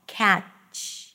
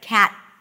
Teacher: So the ch is actually a blocked T, and then this extra sound, this fricative